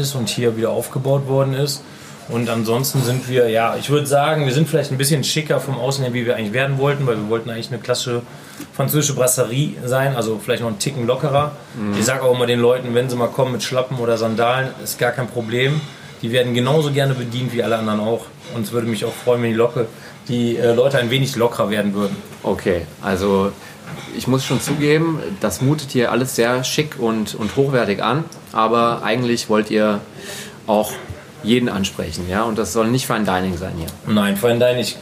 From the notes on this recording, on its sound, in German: Zu Gast in der Brasserie Stadthaus. Sprechen wir in der wunderschönen Brasserie Stadthaus.